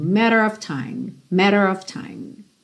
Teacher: esse OF sempre tem som de OV